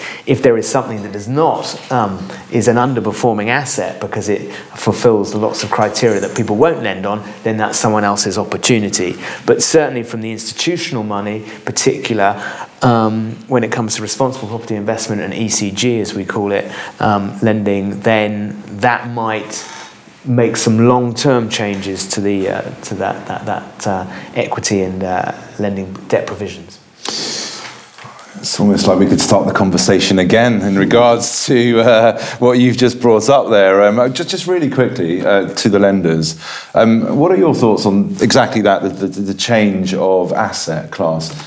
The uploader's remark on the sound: our first LIVE podcast recording